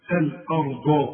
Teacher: والراء هي المفخمة مع الضاد برضو مفخمة